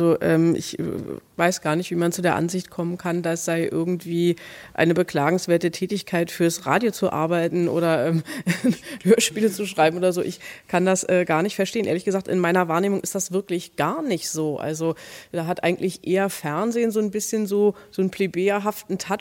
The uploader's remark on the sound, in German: Mitschnitt der Diskussionsrunde bei den ARD Hörspieltagen 2012